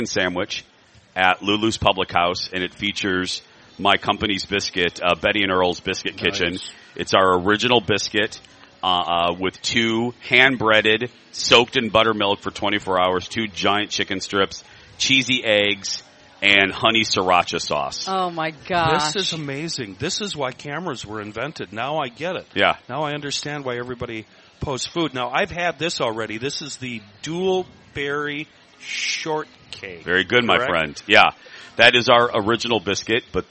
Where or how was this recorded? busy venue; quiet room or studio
busy venue